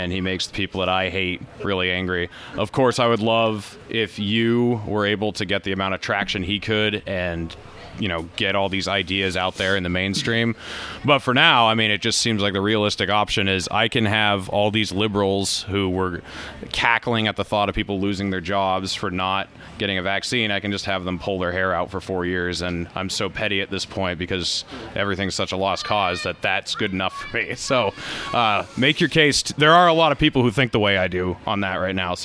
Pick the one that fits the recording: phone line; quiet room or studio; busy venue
busy venue